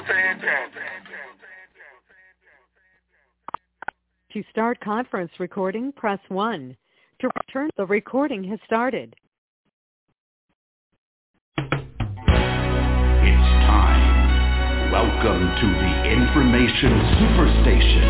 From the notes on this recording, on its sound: TNTSuperfantastic Conference Call